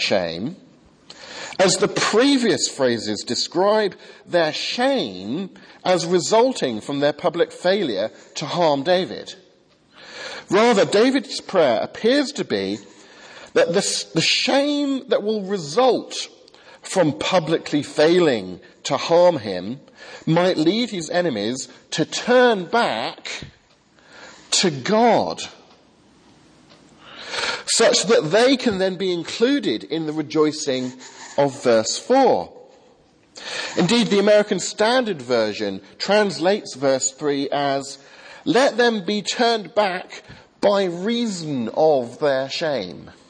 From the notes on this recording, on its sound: Remembrance Sunday sermon from the 8 am service at Highfield Church, Southampton.